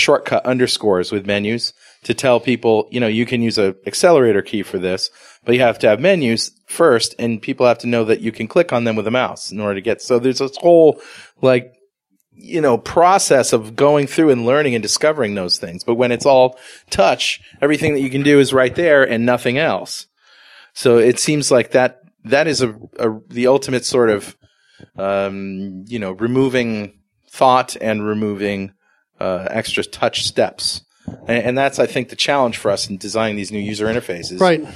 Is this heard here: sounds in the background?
no